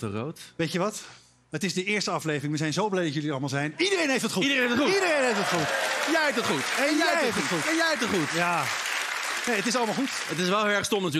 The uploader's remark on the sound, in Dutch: Alles is weer terug bij het oude: live-publiek, de muzikale gast.